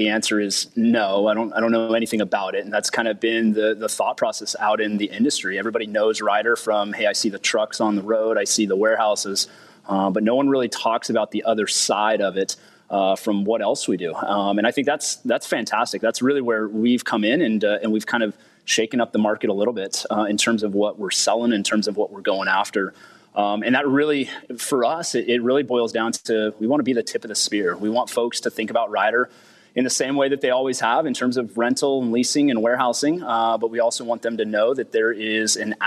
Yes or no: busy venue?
yes